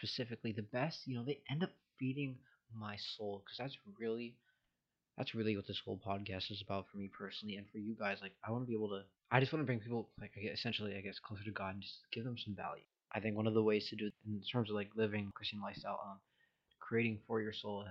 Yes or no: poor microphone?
yes